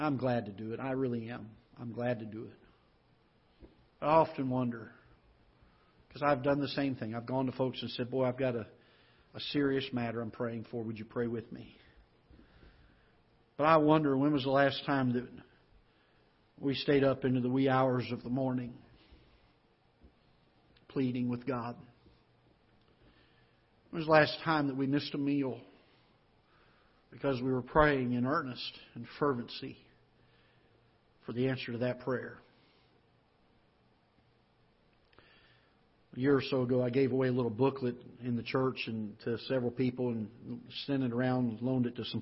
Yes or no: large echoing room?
yes